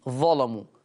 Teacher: ولهذا قرأ ورش بتغليظ اللام في اللفظ الآتي كلمة ظلموا، لأن اللام مفتوحة، لأن شرط تغليظ اللام أن تكون مفتوحة.